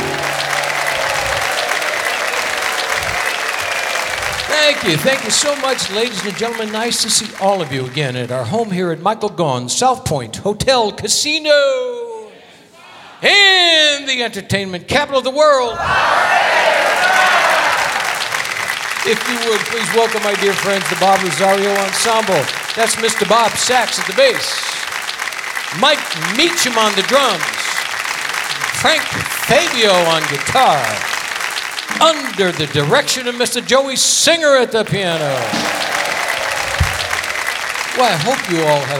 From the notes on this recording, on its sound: Live at the SouthPoint Casino